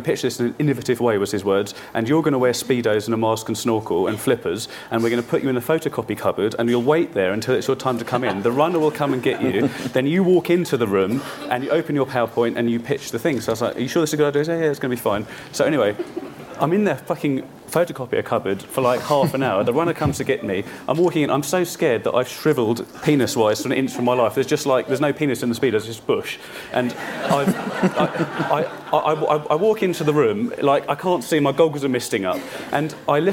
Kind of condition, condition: setting, live audience